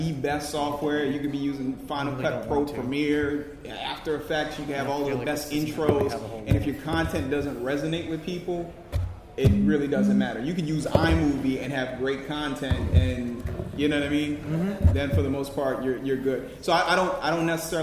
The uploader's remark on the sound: New Media Panel at Inbeon Con. A special guest that decided to crash halfway through the panel.